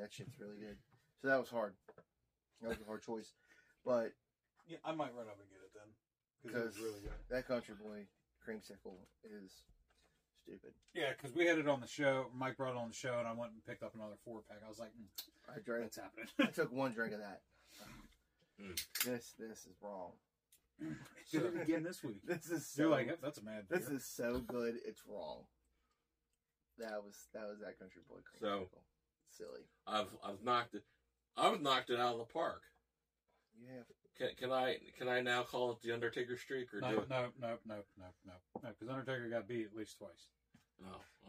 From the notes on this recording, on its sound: WE are sorry for the audio this week